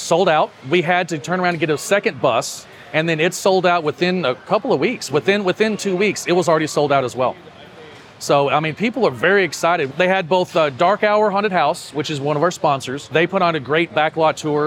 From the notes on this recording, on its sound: The Texas Haunters Convention was this past weekend in Mesquite, and we went on location to find out how it went.